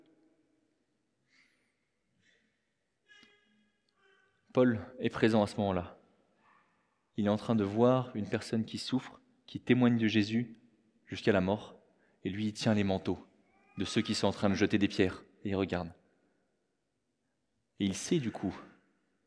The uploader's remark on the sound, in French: Enregistré à l'église CVV, le 30/04/2023